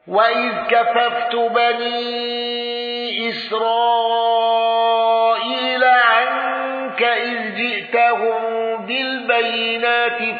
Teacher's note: بقصر المنفصل وصلة ميم الجمع